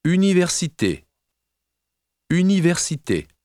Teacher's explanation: In French words, however, all the syllables are approximately equal in weight and loudness. Only the final syllable of a word is somewhat longer than the preceding ones. It is also pronounced at a slightly lower pitch.